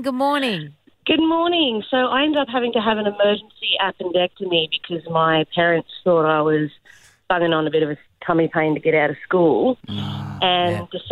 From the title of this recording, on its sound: was on the phone